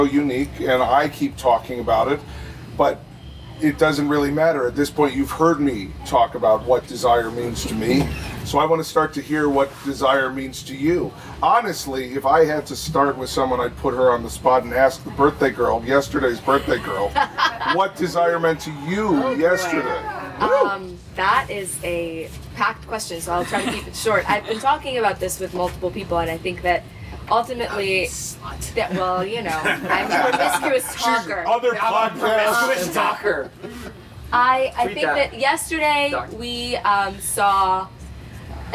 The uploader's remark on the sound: Live From Desire. As well as a couple dozen other sexy naked people, for an open-mic discussion group towards the end of our amazing week at Desire. Other than inserting a couple commercial breaks, this is completely unedited.